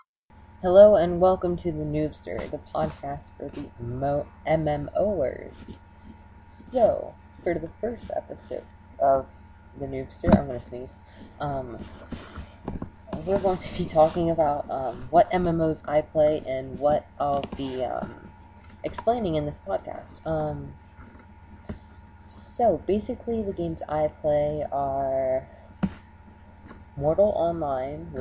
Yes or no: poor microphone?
yes